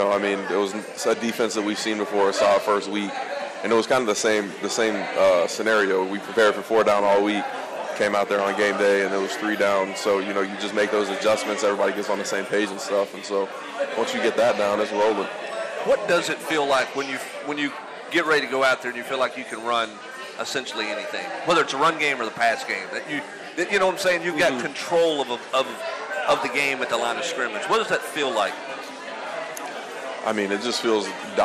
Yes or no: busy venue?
yes